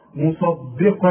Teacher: طلع الدال دال خالصة، هي الدال دي بين صاد مفخمة وقاف مفخمة وهي في النص، ادي كل حرف حقه، مصدي خلاص مصدقا لما.